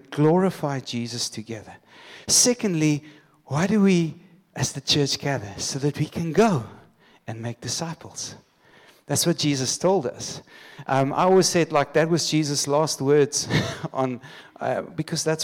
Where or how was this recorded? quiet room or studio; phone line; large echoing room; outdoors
large echoing room